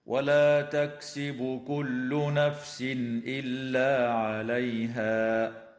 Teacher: التنوين في قوله تعالى: نفس إلا، حكمه الإظهار الحلقي، ويجوز الوقف على كلمة عليها من قبيل الوقف الكافي.